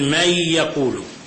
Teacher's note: والفرق بين الإدغام الصغير والإدغام الكبير أن الإدغام الصغير فيه إدغام ساكن بمتحرك، ساكن بمتحرك، مثل من يقول، أدغمنا النون الساكنة بالياء المتحركة، هذا إدغام صغير.